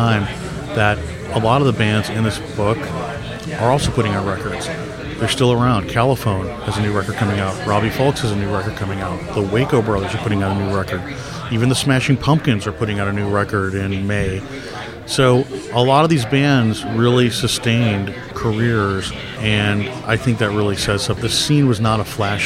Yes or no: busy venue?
yes